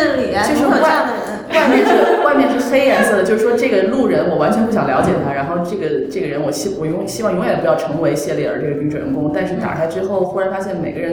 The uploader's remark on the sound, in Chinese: 由于包间有回声，音质欠佳